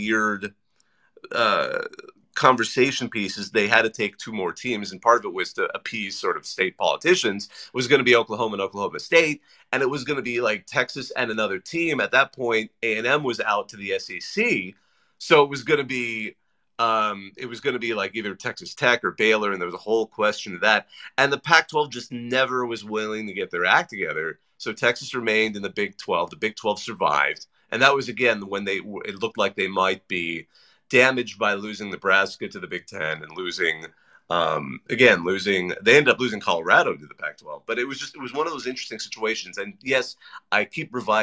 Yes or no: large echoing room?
no